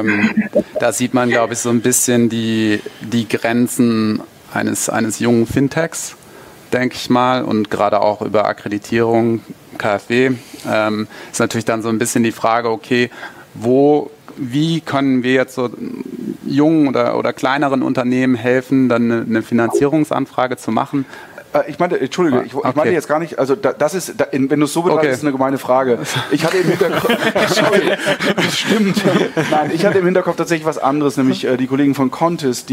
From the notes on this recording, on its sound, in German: Live von der BEX20.